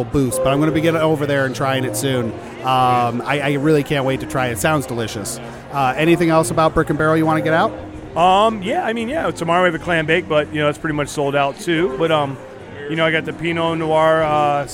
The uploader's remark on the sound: Live From Night At The Brewseum.